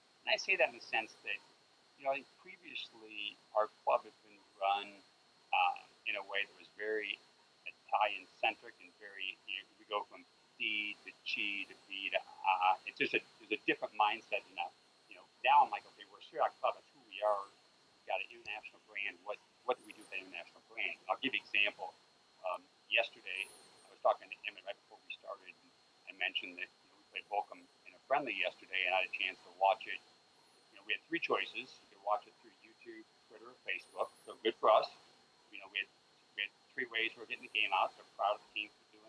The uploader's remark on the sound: Apologies for the sound quality issue, there was mistakes made in the recording of the interview, so it's advised that you turn the volume up for this one!